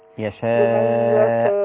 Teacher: اتصل حرف الهمز بحرف المد في نفس الكلمة · Term: مد متصل